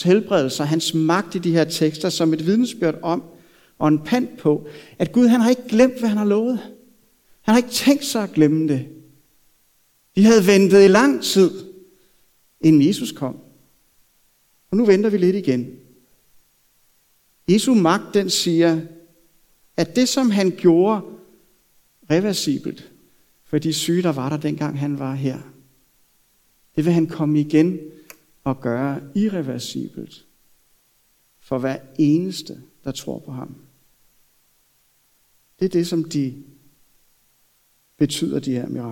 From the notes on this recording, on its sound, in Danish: Prædiken er optaget fra Københavnerkirken.